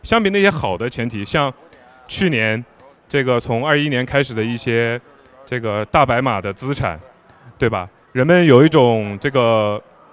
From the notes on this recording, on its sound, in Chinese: 本期节目是我在雪球嘉年华现场的对谈录音。嘉年华是他们每年底都会办的一个线下大型交流活动。